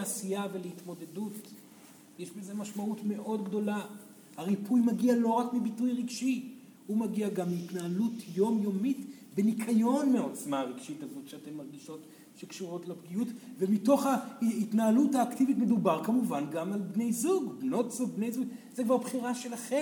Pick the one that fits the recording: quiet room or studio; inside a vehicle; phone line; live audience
live audience